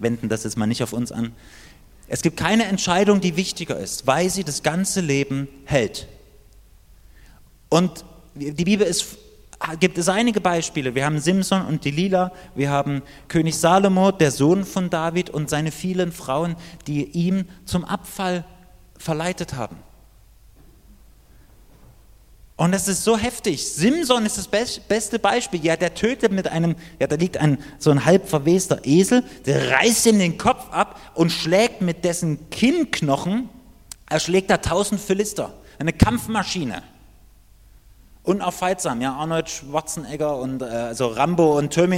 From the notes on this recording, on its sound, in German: Die Predigt ist aus dem Gottesdienst vom 7.